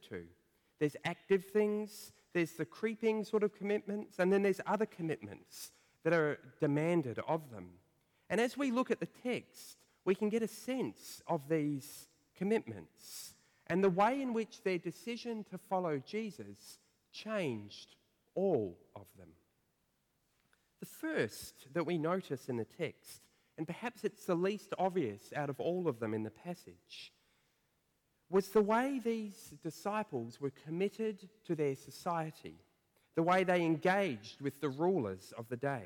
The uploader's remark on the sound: preached at First Church of Otago